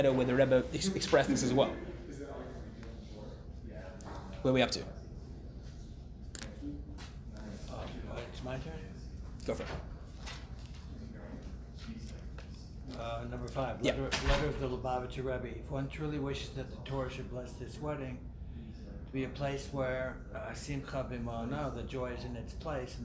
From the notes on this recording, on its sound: Recorded live at The Torah Center ATL on May 16, 2023